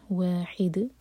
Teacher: ح حلق سے اور دال پر رکیں گے تو دال پر قلقلہ کیا جائے گا